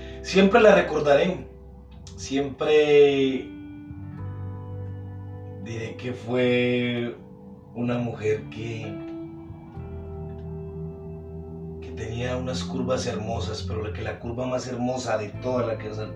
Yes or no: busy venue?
no